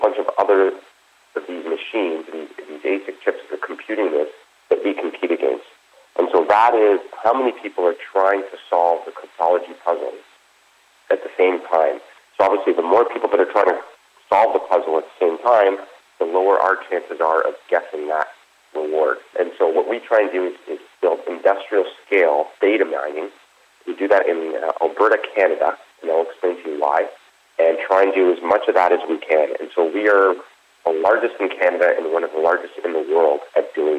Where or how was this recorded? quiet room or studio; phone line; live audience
phone line